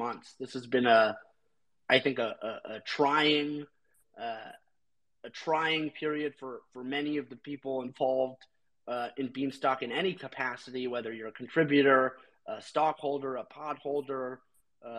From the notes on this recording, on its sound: Recording from the Beanstalk Unpause Twitter Space.